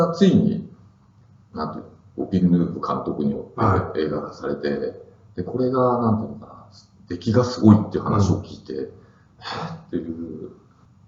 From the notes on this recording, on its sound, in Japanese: 旧マイクで音声ややわるいです